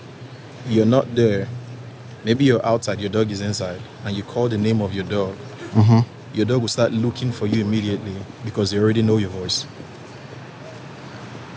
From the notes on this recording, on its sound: Location: San Antonio, Texas. Recorded w/Go-Pro.